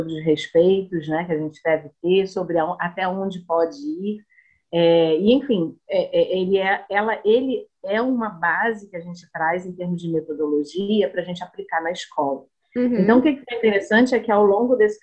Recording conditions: video call